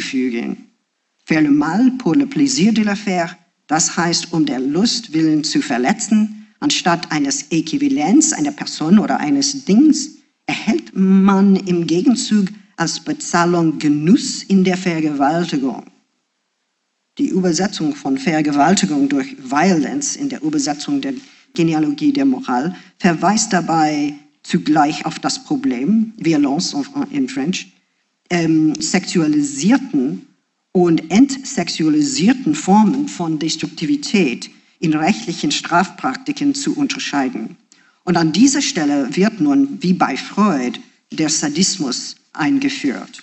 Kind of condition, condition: setting, live audience